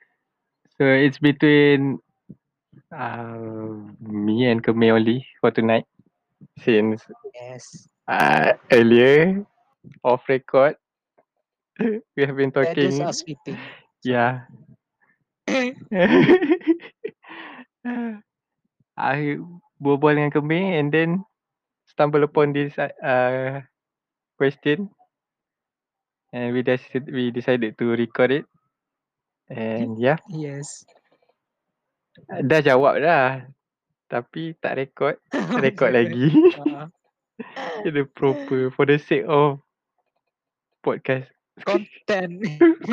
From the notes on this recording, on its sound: THERE WILL BE A SOUND DISTURBANCE DUE TO THE HOST'S MIC.